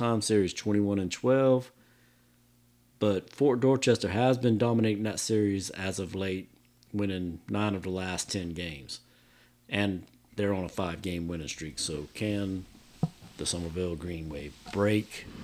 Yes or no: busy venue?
no